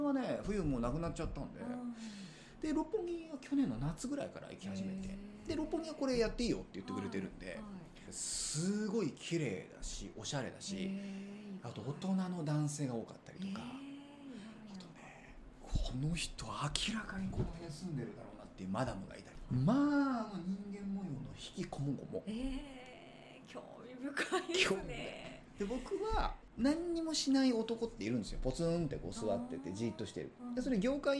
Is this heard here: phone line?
no